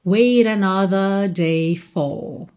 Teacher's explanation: a gente tem um rararã no T de wait para juntar wait another